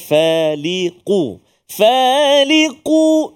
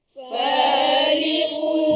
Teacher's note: Bunyi huruf qaf di pangkal lidah kita.